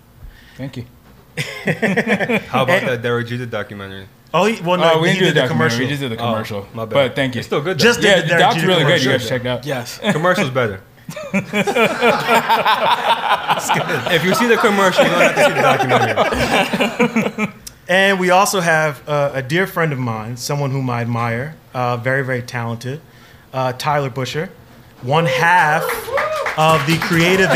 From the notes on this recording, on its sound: Live at SoHo House. In-front of a live studio audience in the Meatpacking section of downtown NYC located at the renowned members only club, SoHo House.